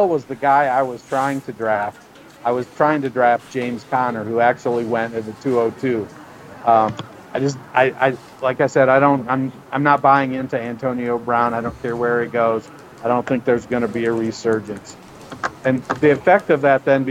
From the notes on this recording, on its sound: live on location at the Psalms resort for the FFWC in Vegas